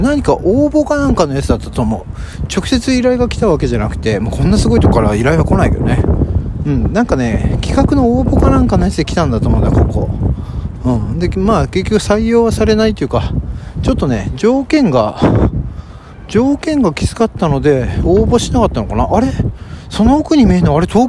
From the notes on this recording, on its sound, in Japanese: はじめてのロケトーク『飯田橋〜水道橋』。歩きながら収録しました。景色を眺めながらタラタラとトークをするのも面白いですね。